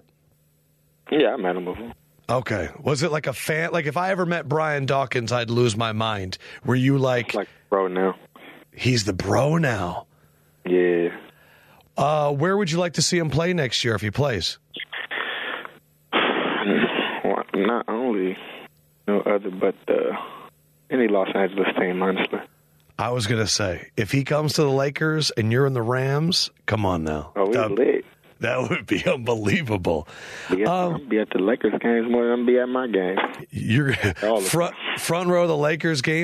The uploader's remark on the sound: called into the … Show